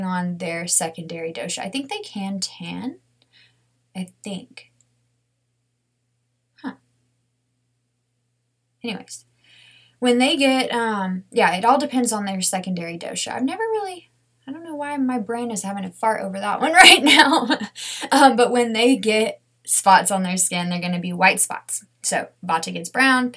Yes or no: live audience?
no